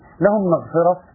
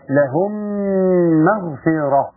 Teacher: ميم ساكنة اتى بعدها ميم متحركة فكان يجب عليك الادغام بغنة · Shown in: second take